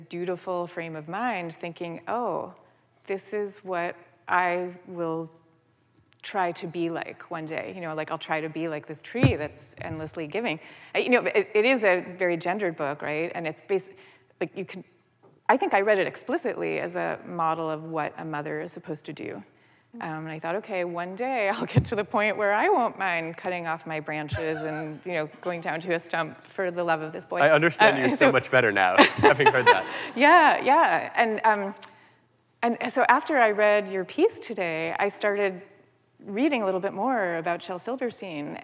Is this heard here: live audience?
yes